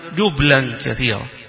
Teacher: بالتخفيف فيها وبتسكين الباء